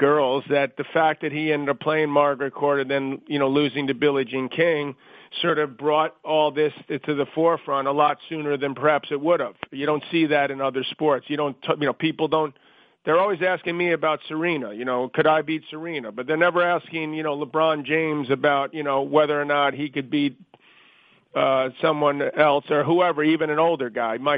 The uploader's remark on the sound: U.S. Open Conference Call